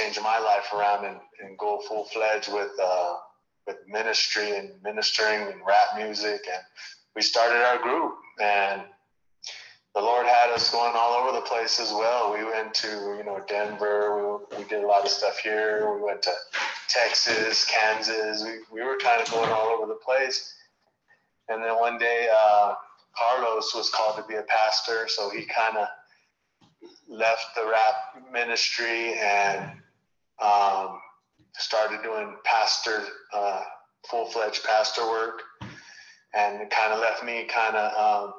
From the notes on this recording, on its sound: call in to the podcast